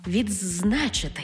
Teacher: У слові «відзначити» «д» переходить у «дз»